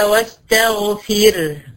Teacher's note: الريه ساكنه والفيه مكسوره، يبقى اذا هنا الريه دي ايه؟ مرقق